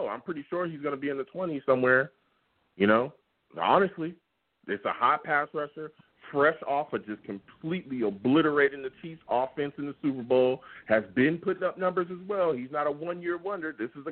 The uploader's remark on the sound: I also take live callers!